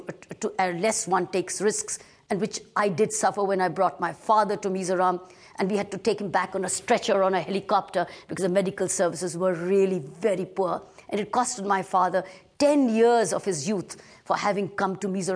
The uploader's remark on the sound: Topics ranging from personal growth to world affairs to sustainable ecology were presented and recorded live. This lecture was recorded live at the Himalayan Institute in Pennsylvania, in 2004, at a conference entitled Freedom from Fear.